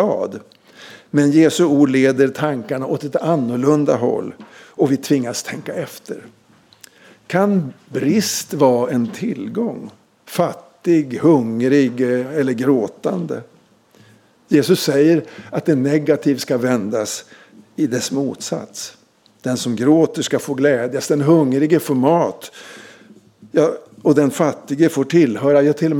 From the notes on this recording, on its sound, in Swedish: Inspelad under gudstjänst i Equmeniakyrkan Väte 2023-11-04.